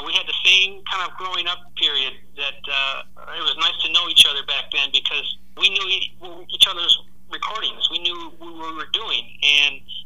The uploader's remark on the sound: I also have a phone chat